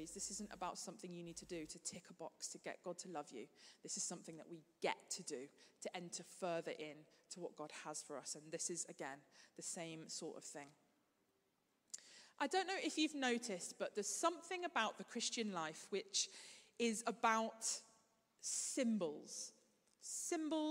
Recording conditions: large echoing room